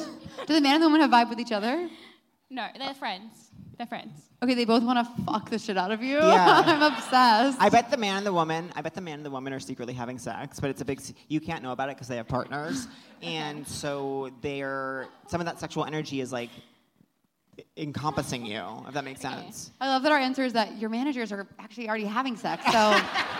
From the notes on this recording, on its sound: Seek Treatment Live: Dublin. Live in Dublin.